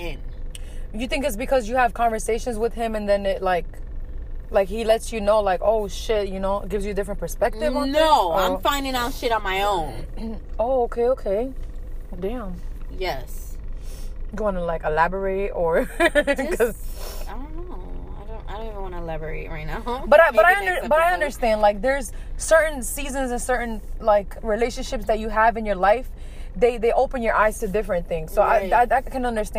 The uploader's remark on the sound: On this episode we are in the car with it.